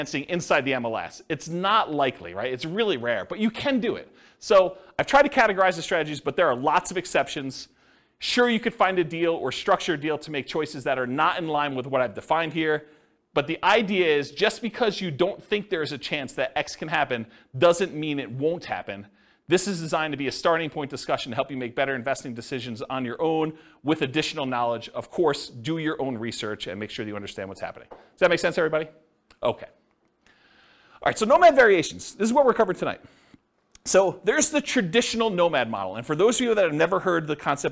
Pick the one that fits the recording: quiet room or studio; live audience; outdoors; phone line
live audience